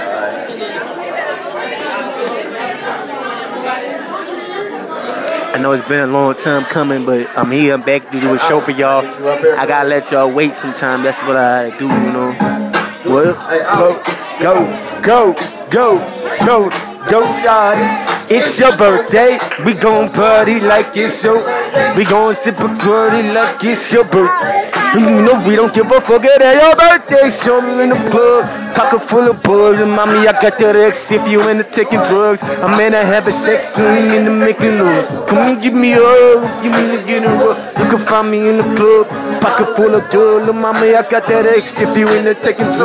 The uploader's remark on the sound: Live at Johnny Babys